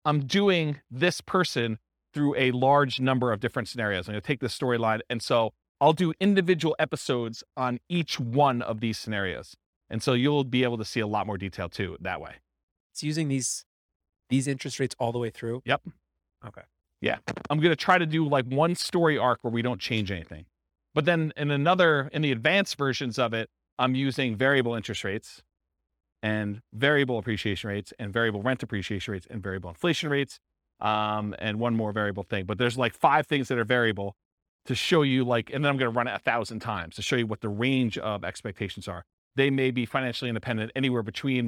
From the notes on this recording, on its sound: This was a live class recorded